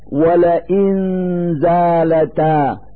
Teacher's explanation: نلفظ النون الساكنة من كلمة لئن من مخرج الزاء من كلمة زالتا فنقول ولئن زالتا مع إظهار الغنة التي هي الدليل على وجود النون الساكنة.